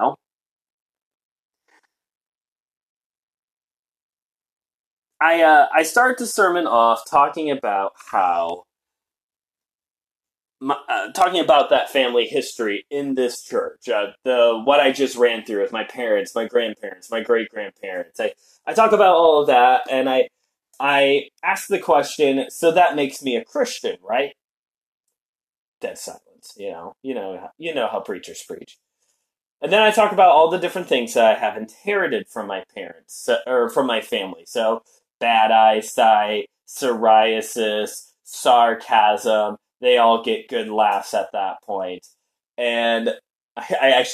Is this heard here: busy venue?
no